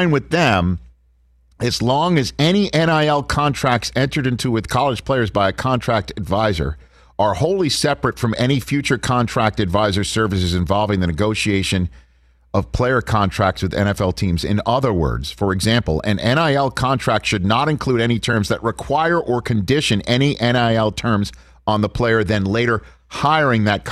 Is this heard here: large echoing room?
no